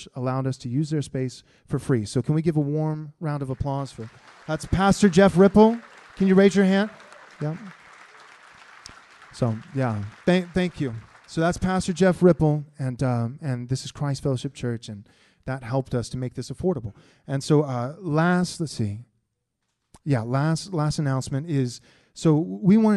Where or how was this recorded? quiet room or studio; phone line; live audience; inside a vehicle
live audience